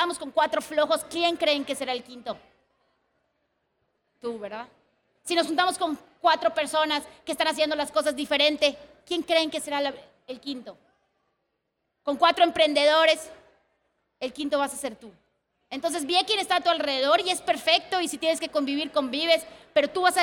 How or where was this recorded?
live audience